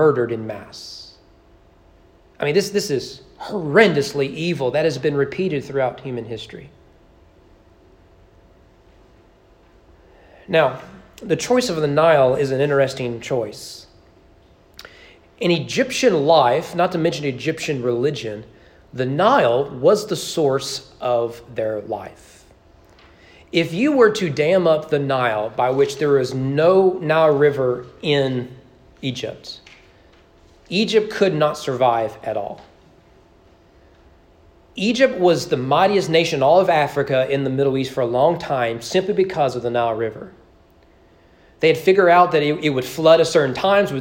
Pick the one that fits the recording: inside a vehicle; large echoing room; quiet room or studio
large echoing room